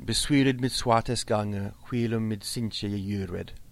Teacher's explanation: Notice the first word, besuired, has stress on the second syllable, so it's the second syllable, swul, that alliterates.